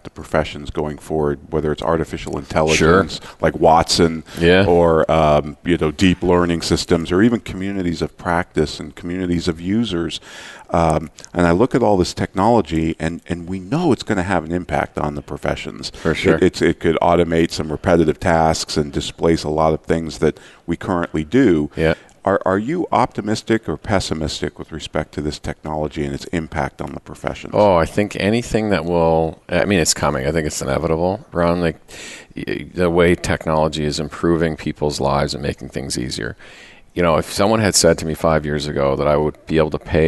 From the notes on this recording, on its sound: Live Broadcast at the The IPBC IGNITE Conference.